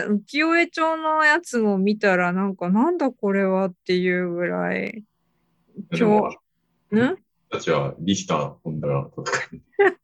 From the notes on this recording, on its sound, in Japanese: ZENKEI AI ポッドキャスト、シーズン３２は２０２２年８月３１日に開催した ZOOMライブの模様です。